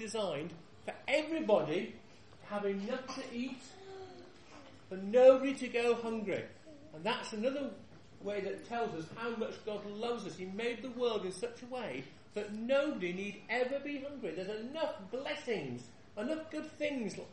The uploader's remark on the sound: This years christingle service held in the hall